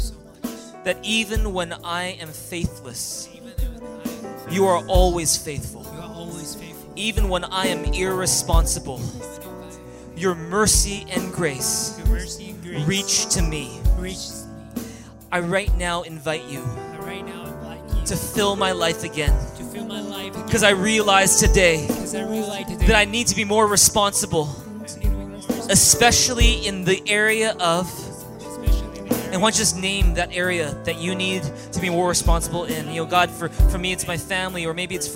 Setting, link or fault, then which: setting, large echoing room